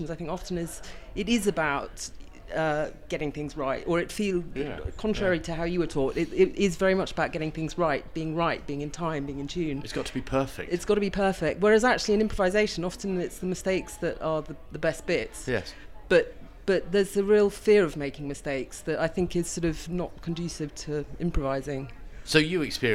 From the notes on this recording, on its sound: Podcast six was recorded in the much-maligned hotel bar The Heights